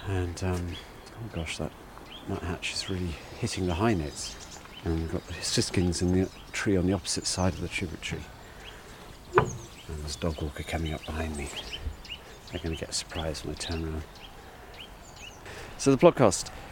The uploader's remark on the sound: Wildlife ramble along the River Usk. It's early January and the river is high – but the wildlife is stirring on this magical Welsh waterway including a special guest right at the beginning of the recording…